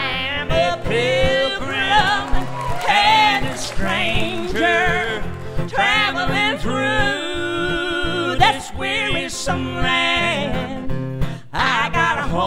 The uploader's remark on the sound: perform songs from their new records live in Charleston, WV